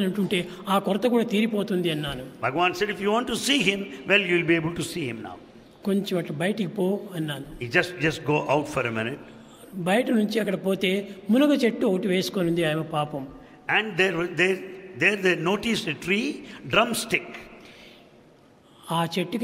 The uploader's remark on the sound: Divine Discourse Delivered on 31st August 2002 in Sai Kulwant Hall, Prasanthi Nilayam.